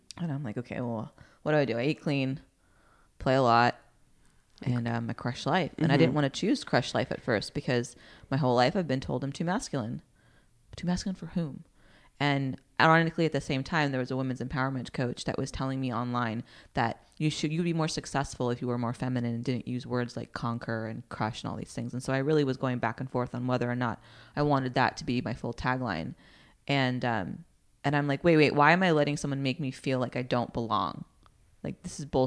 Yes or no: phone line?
no